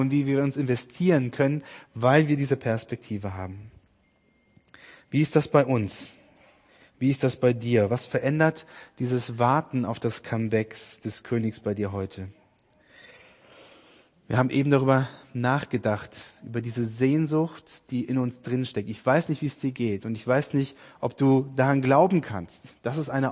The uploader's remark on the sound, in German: Predigt-Podcast aus dem FORUM HOFFNUNG in Dresden